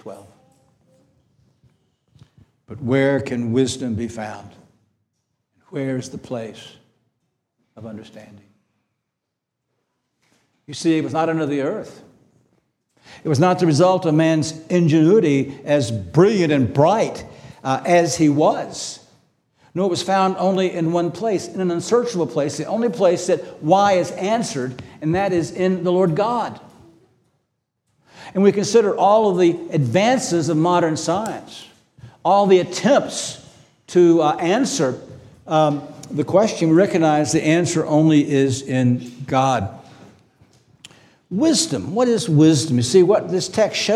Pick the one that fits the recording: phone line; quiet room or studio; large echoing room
large echoing room